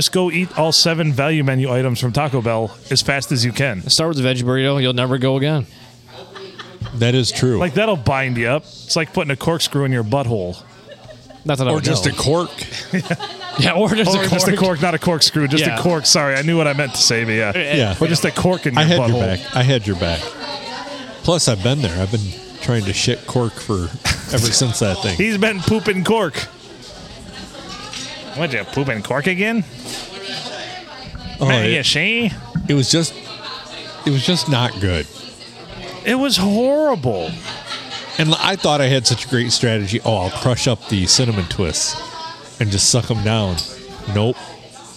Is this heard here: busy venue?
yes